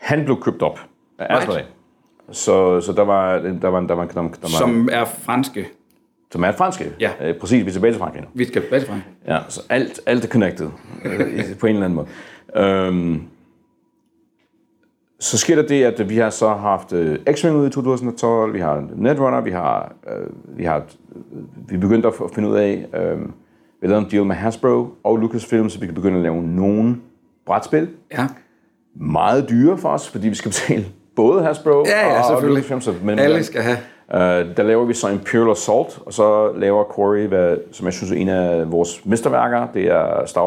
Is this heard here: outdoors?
no